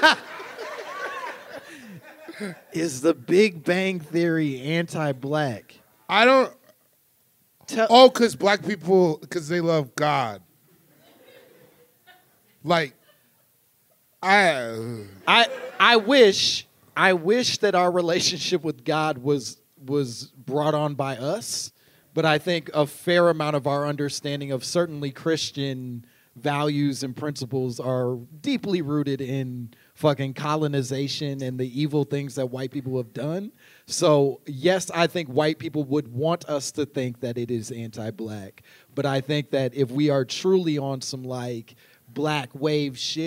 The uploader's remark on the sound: Live from Chicago!